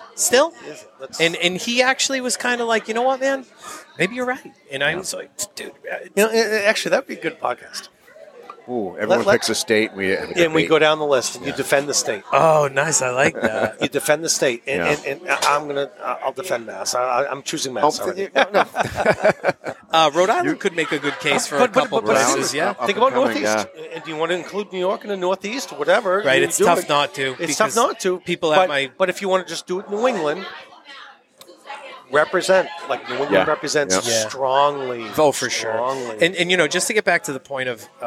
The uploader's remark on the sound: Caught up with us at the Brockton Beer Company festival.